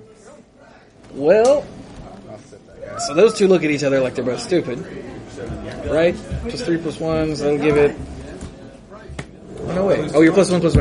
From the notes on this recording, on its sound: BotG Prerelease Field Recordings. Take the digital recorder to the Prerelease and record what’s going on while they’re there.